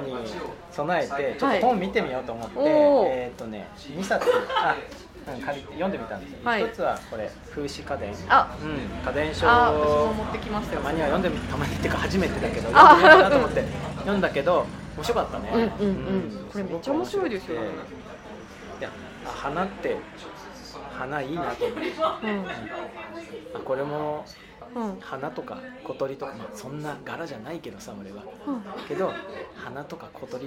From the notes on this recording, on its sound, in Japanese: 東京都台東区・カヤバ珈琲での収録です。天気は晴れ。背景に人の声がありますが、それも味わいとしてお聴きいただければ。